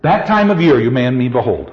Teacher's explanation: The accents fall on time, year, mayest, me, hold. · Term: pure iambic pentameter